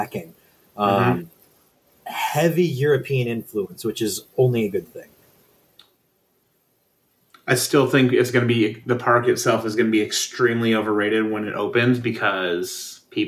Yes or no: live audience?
no